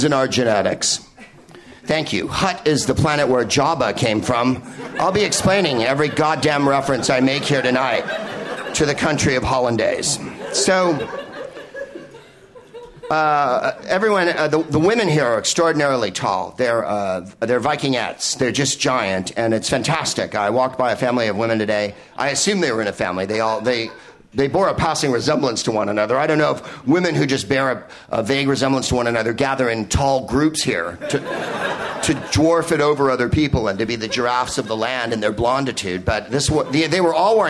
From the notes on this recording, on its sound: Live from Toomler in Amsterdam